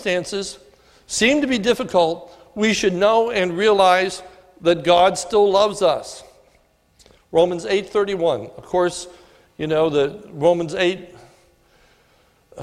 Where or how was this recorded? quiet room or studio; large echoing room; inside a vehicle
large echoing room